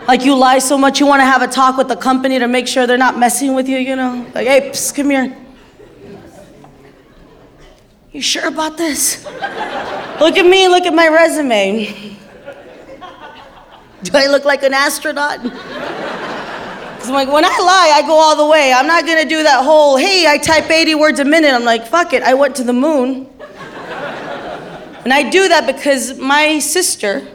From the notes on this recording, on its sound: Performed live at the San Jose IMPROV in San Jose, CA